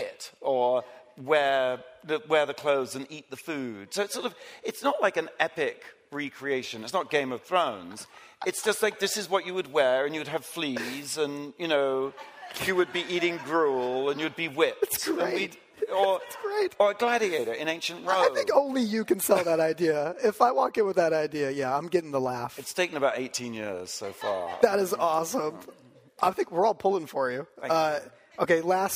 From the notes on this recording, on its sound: Live chat in front of an audience at 2019's Realscreen Summit in New Orleans.